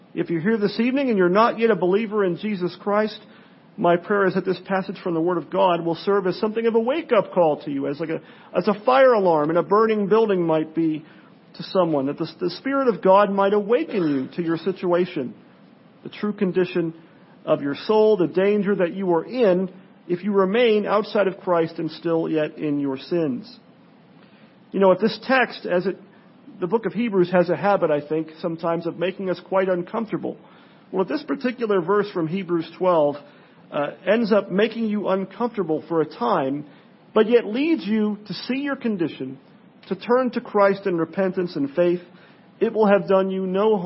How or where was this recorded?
large echoing room